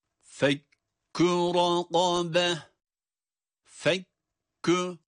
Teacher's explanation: kaf harfinin ötreli hale gelip okununcaya kadar fa harfini kaf harfine bağladığımızda bir sessizlik var. Yani fek dedik, orada bir ses yok, sesi hapsediyoruz.